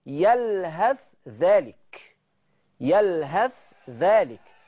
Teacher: فهو إظهار الثاء عند الذال